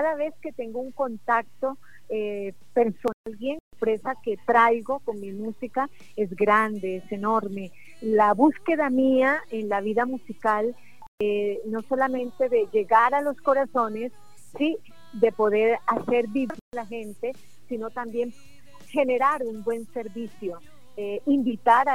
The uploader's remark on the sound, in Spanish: Entrevista Telefónica en Heliconia Radio - Casanare Colombia.